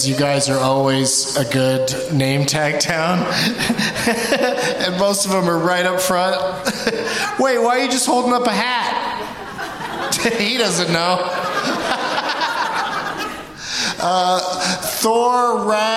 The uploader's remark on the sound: Live from the Laugh Out Loud Comedy Club in San Antonio